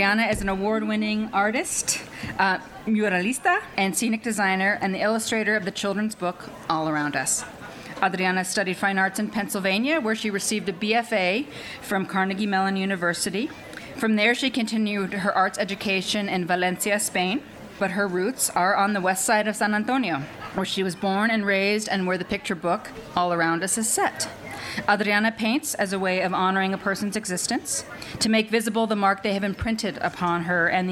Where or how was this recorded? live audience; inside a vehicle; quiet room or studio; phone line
live audience